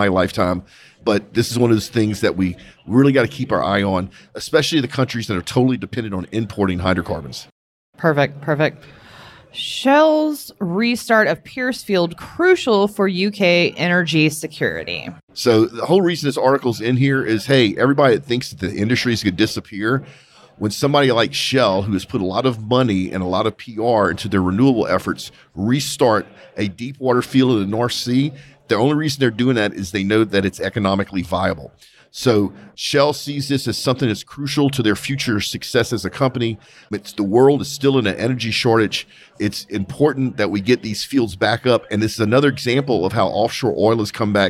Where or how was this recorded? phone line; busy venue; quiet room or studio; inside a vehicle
busy venue